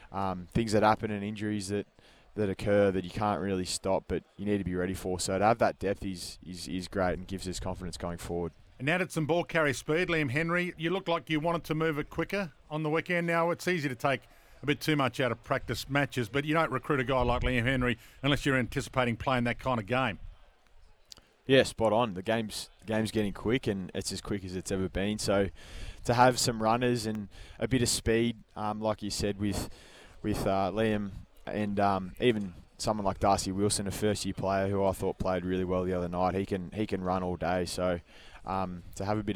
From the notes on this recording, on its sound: Live at AFL Captain's Day. On SEN.